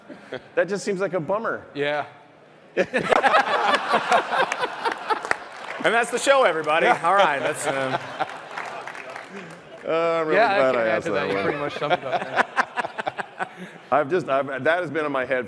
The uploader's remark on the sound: Our live panel from the Blizzcon Epic Stage!